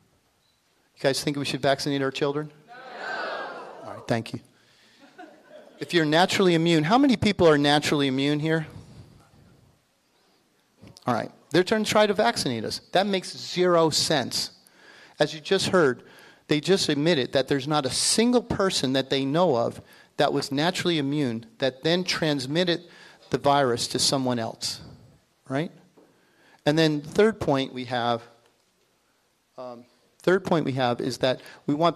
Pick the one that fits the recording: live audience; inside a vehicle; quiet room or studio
live audience